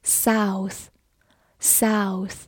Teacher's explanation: 名词当中 O U 字母组合发双元音 ow，末尾的 T H 发轻辅音的咬舌 · IPA: [saʊθ]